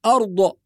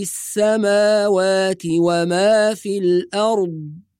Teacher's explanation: نحافظ على سكون الضاد بدون قلقلة · Shown in: second take · وكذلك نحافظ على إخراج الضاد من المخرج الصحيح، يعني لا نحولها إلى ظاء، فلا نقول أرض كما ينطق البعض هذا خطأ، ولا نقول أرض بالقلقلة هذا أيضا خطأ، والصواب له ما في السماوات وما في الأرض وهو العلي العظيم.